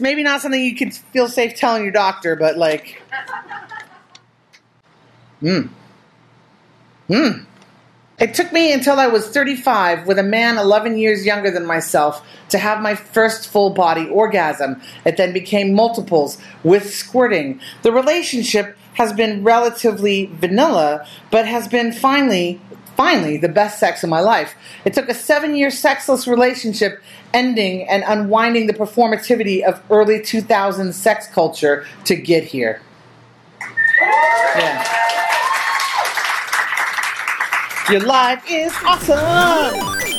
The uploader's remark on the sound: Recorded at the Montreal Fringe in June 2023